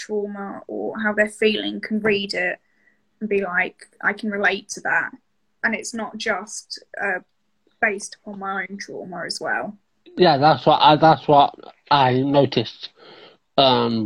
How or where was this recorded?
video call